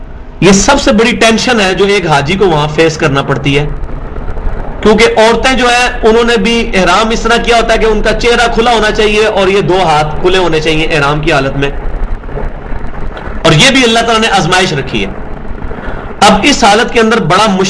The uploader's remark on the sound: Recorded at Qur'an-o-Sunnat Research Academy Jhelum, Punjab (PAKISTAN).